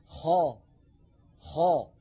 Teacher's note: لاحظوا بأن صوت الخاء يصعد هكذا إلى سقف الحلق. خا، ولا نقول خا خا، إذا قلنا خا فقد تسفل الصوت بالخاء وليس هذا نطقا فصيحا.